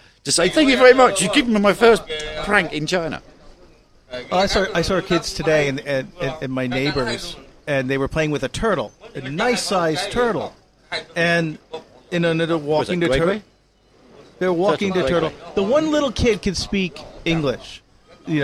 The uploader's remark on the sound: This episode was recorded from The Store in Baijiao Town, of the Doumen District in Zhuhai.